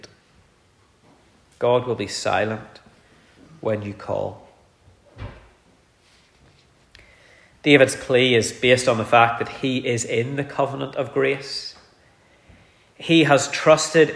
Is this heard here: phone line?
no